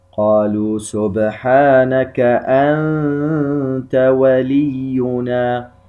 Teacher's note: نون ساكنة بعدها حرف التاء، إخفاء، إذا نظهر عند إخفاء هذه النون غنة بقدر حركتين